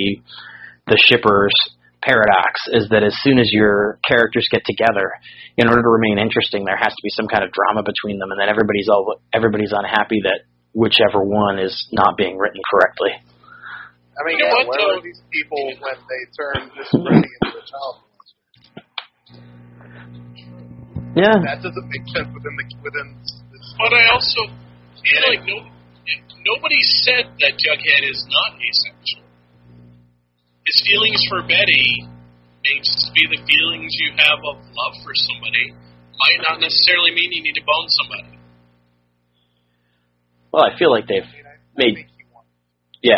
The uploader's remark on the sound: So this is a pretty spectacular fail on the audio-quality side, but we are working to try and fix/recover what we can.